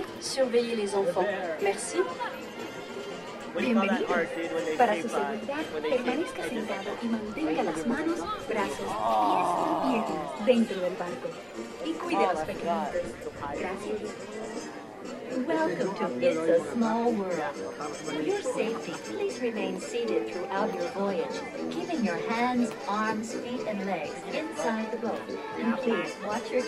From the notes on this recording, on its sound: Live from Disneyland.